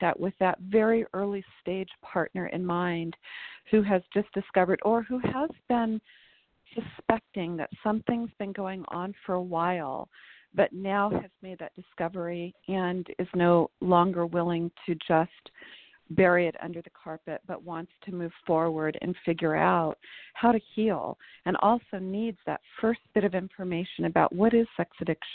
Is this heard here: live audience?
no